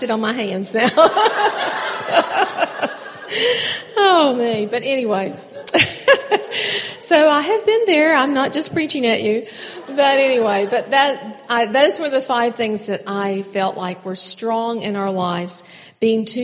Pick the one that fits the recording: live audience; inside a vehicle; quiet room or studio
live audience